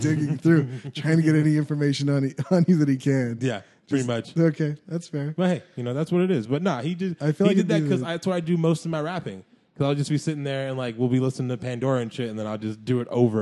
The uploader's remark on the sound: Return in fine form for their first “Live” episode.